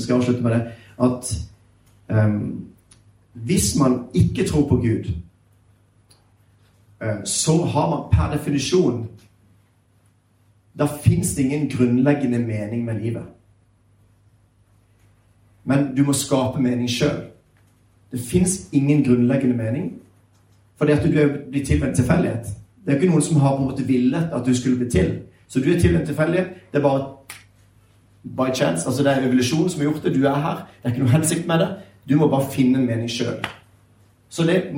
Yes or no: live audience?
yes